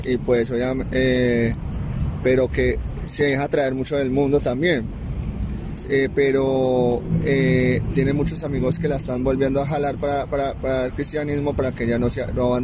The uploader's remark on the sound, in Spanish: pido disculpas por unos cuantos ruiditos infiltrados y el sonido de la deliciosa brisa caleña que nos acompaño en este parche ya que la realizamos en el BOULEVARD DEL RIO.